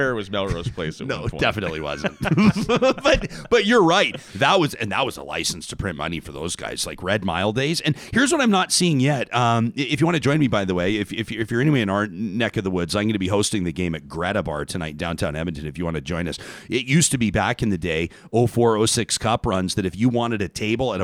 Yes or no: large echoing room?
no